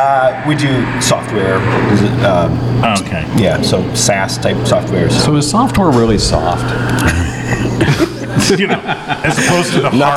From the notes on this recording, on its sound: We continue the Summer Splash Party on location at Uptown Coffeehouse in Downtown Howell with espresso shots for everyone!